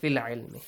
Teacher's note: we ignore the همزة الوصل and we directly join فا to the letter لام